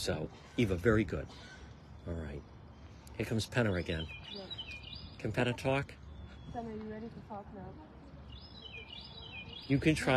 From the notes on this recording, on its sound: On-the-scene Livestream in Chad Brown.